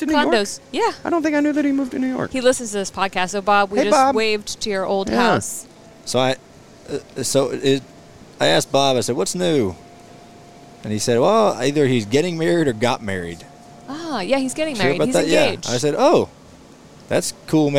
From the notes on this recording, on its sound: Do the show from a 1988 Prevost bus as the crew prepares to head to Darlington for NASCAR's official Throwback Weekend.